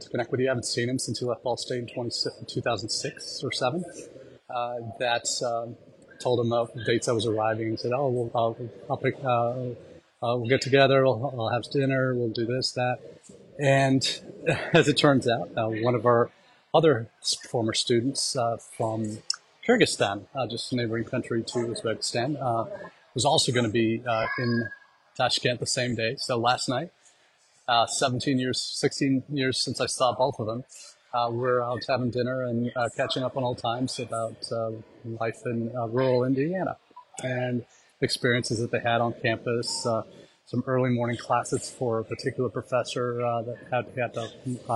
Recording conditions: busy venue